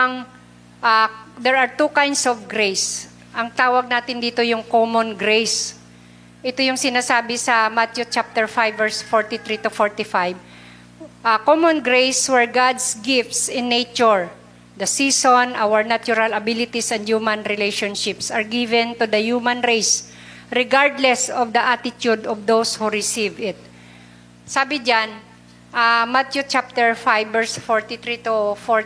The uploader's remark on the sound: Recorded live at The Shepherd Of Faith Family Church on June 26, 2022.